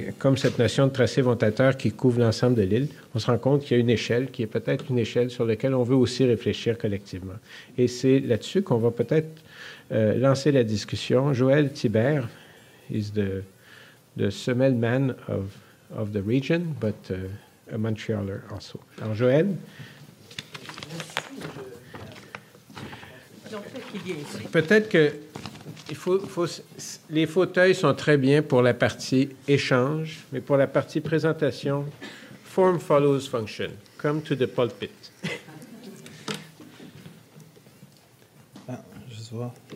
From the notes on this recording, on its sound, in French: La série Échanges urbains est enregistrée devant public au Musée McCord.